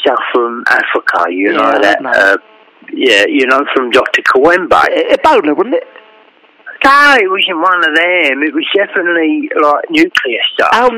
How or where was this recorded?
phone line